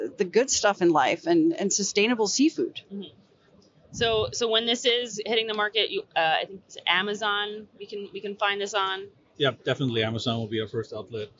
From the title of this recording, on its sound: Live From Seafood Expo Global